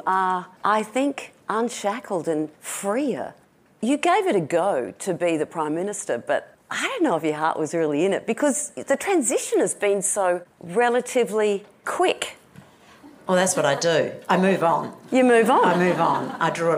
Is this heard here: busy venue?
yes